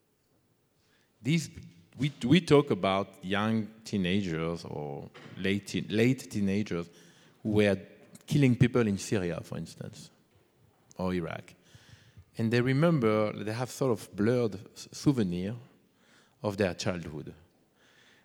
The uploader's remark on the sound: Lecture performance, dialogues, talk. In the oldest and largest anatomy lecture hall at Berlin’s Charité.